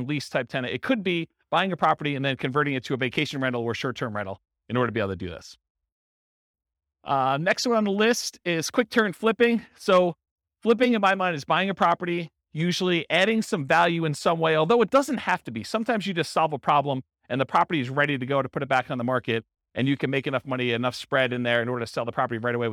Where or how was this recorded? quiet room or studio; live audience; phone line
live audience